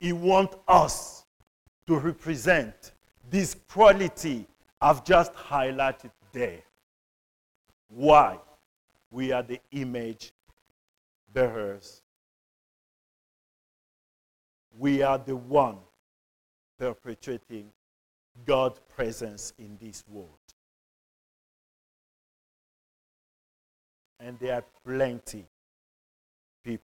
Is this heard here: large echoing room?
yes